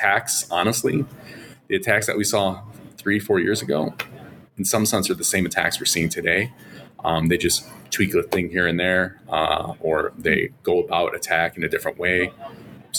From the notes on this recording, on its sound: We're at the TribalNet Conference & Tradeshow